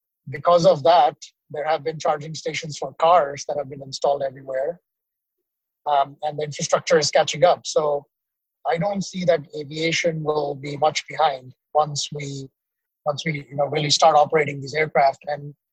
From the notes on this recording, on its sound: despite some technical difficulties, we recorded it on mobile during a car trip